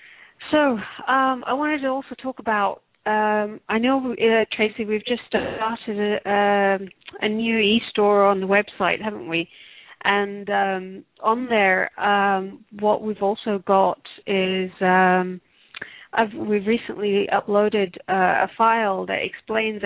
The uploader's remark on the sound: Takes your calls for healing live today!